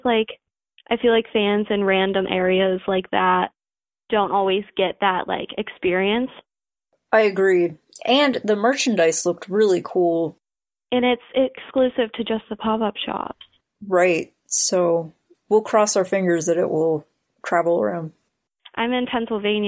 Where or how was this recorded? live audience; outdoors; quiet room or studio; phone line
phone line